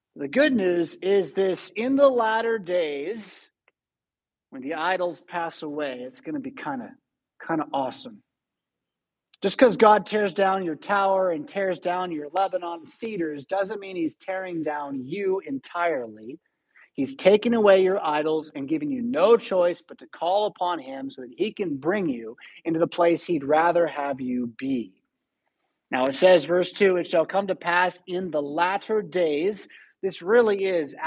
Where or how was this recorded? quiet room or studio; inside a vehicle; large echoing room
large echoing room